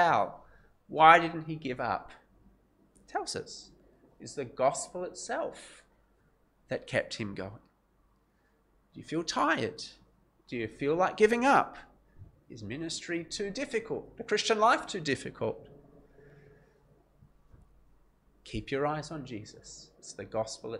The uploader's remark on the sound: This sermon was preached at Covenant Grace Church, Penang